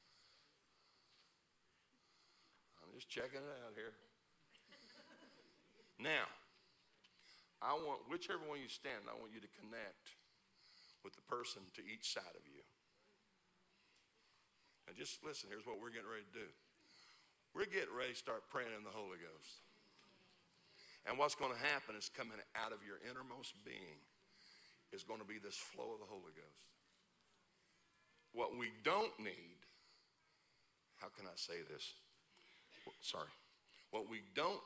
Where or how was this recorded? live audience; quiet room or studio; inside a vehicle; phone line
live audience